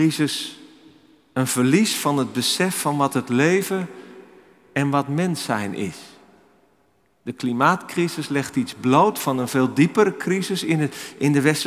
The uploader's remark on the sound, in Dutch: Opgenomen in de Noorderkerk te Amsterdam.